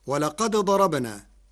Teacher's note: قرأ ورش كلمتي ولقد ضربنا بإدغام الدال الساكنة في الضاد فهما متقاربان صغير، وحكمه جواز الإدغام.